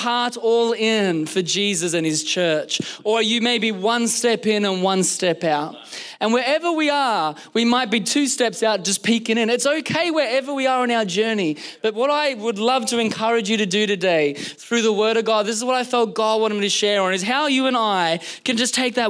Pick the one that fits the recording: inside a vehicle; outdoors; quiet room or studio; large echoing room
large echoing room